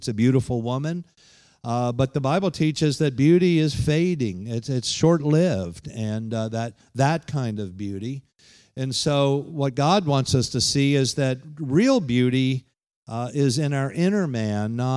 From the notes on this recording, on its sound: Holiness conference at The Pentecostals of Dothan.